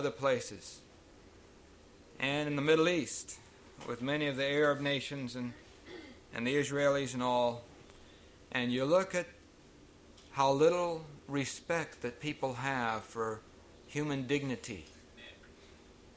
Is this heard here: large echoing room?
yes